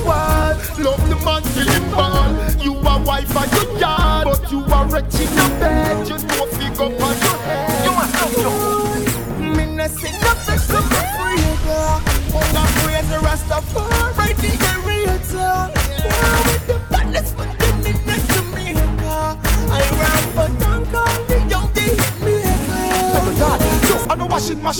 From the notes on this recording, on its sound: LIVE AUDIO FROM #CLUBEMOTIONS